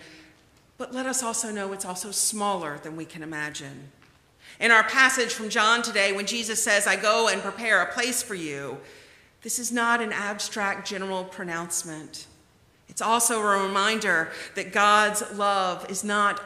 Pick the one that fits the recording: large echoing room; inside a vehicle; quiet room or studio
large echoing room